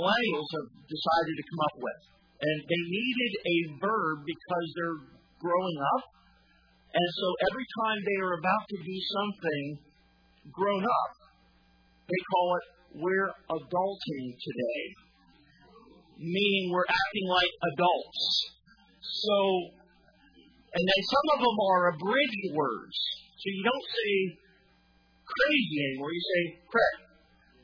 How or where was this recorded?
large echoing room